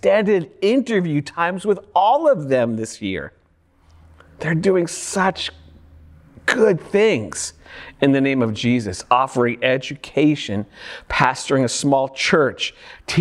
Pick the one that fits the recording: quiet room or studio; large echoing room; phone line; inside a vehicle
large echoing room